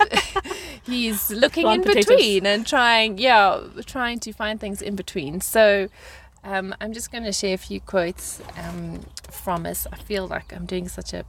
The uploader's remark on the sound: sit in the car and chat